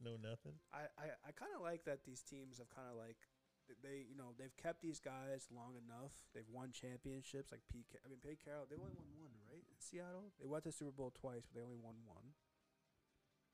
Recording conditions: uneven or low level